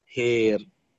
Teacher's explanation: فهير مثلا هنا الألف نميلها وننطق بها بينها وبين الياء، ولكنها إلى الياء أقرب، يعني ثلثان ياء وثلث وثلث ألف هير، وهي الإمالة الوحيدة الكبرى عند قالون. · Term: إمالة كبرى